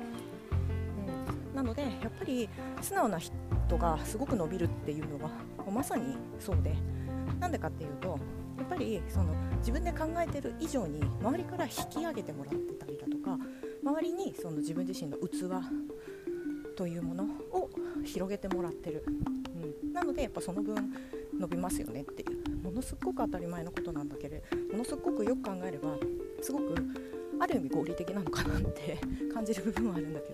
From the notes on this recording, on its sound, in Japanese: 歩きながらの収録